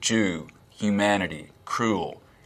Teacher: Tennessee accents and Southern accents in general have something called goose fronting.